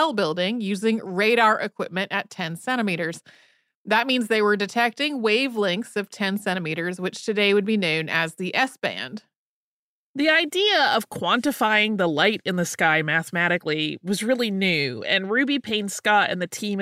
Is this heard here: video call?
no